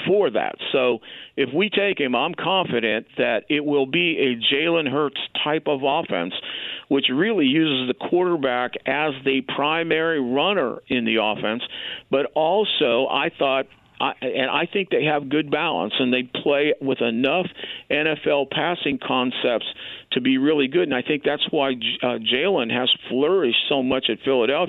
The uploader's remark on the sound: Opens up the phone lines to answer questions. Taking some more calls and comments!